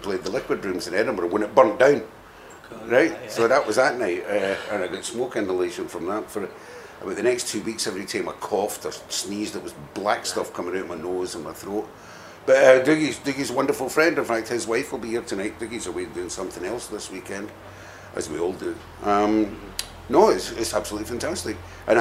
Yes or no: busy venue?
yes